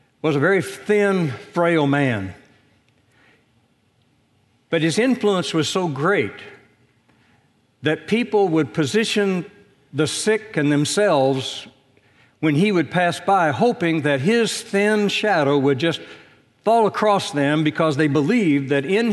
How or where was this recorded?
large echoing room